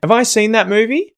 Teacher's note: because these are questions, that the intonation quite often is going to be rising at the end